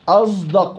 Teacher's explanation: الصاد في اصدق يلفظها البعض مشمى صوت الزاي اصدق، وهي قراءه صحيحه يا اخوان، قراءه صحيحه عن الكوفيين باستثناء عاصم.